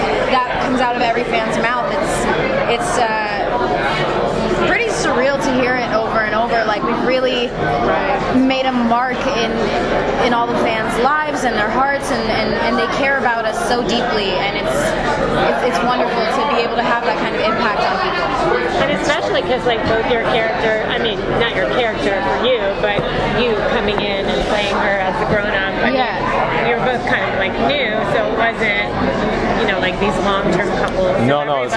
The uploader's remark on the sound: at the Day of Days event